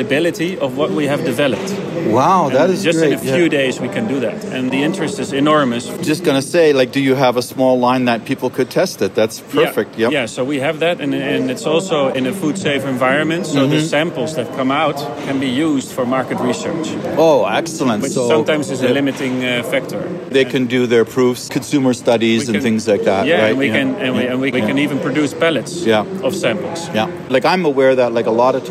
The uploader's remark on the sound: Baking With Steam at iba 2023. Directly from the show floor.